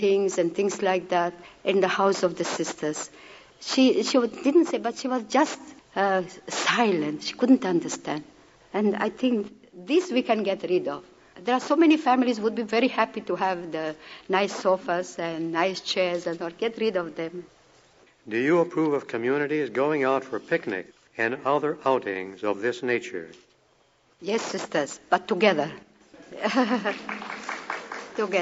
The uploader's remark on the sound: Today's episode is a recording of a talk that she gave at our 1976 National Meeting.